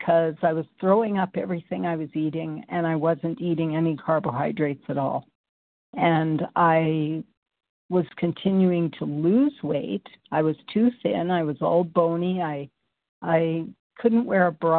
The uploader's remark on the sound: qualification from the 100 Pounders Phone Meeting